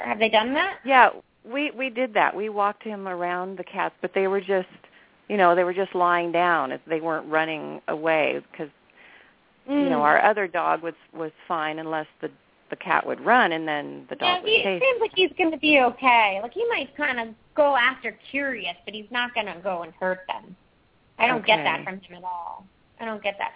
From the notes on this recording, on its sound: open up the lines for listeners to call